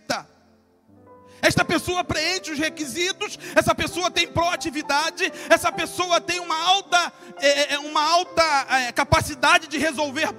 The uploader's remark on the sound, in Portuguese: CULTO DE LOUVOR E PALAVRA AO VIVO